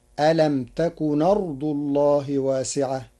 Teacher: ورش ألم تكن أرض الله بنقل حركة الهمز إلى الساكن قبلها فتصير ألم تكن أرض الله واسعة للتخفيف.